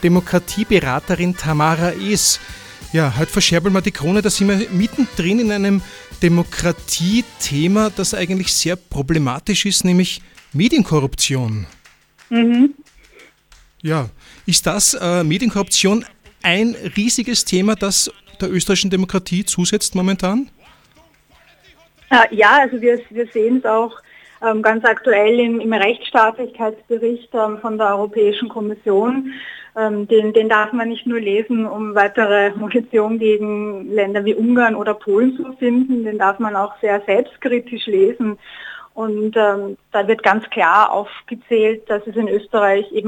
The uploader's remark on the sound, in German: Am Telefon